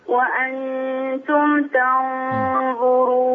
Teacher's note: انتبهي إلى ترقيق التاء في تنظرون